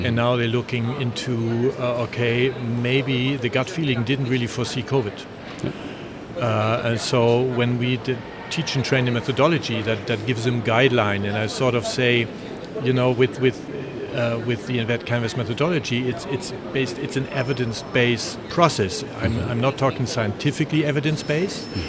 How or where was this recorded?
busy venue